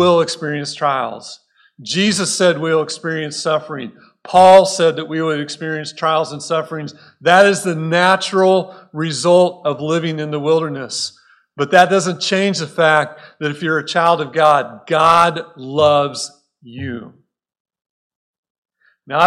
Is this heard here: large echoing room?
yes